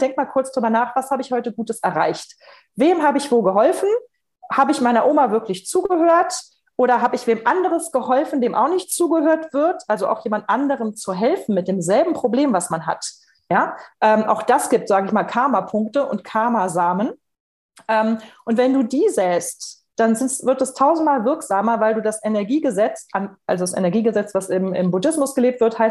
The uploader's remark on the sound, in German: Podcast zum interaktiven Live-Webinar